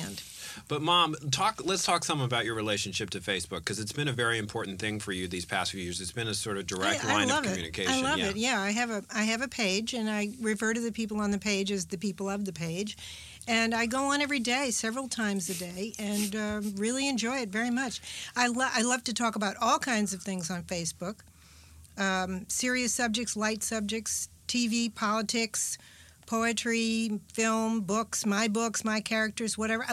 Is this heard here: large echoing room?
no